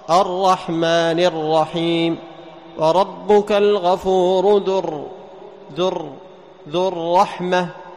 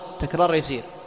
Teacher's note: ارتعاد رأس اللسان أو طرف اللسان حال النطق بالراء · Term: صفة التكرار